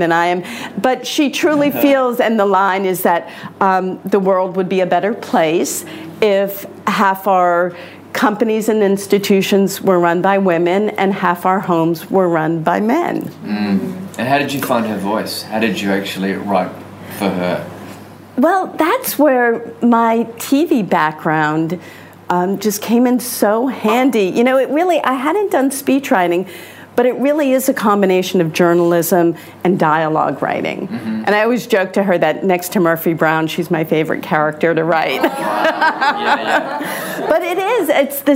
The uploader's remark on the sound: In Sydney in front of a live audience at the invitation of Jungle Entertainment.